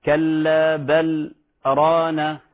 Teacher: في رواية حفص من وجه الشاطبية تقرأ بالسكت هكذا، كلا بل رانا، سكت من غير تنفس.